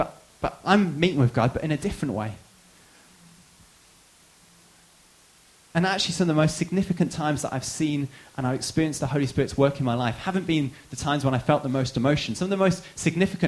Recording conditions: large echoing room